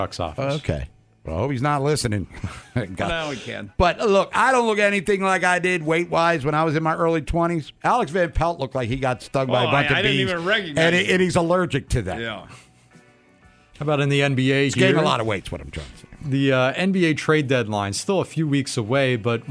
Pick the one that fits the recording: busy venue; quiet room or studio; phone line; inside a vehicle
phone line